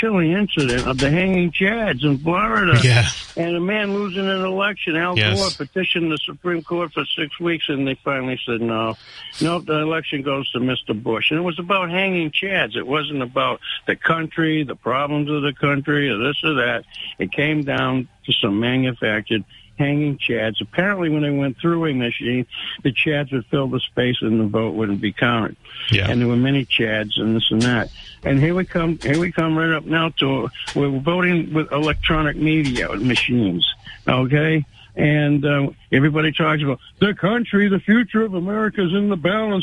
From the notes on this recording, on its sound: They get calls from the audience on their voting experiences in the SouthCoast.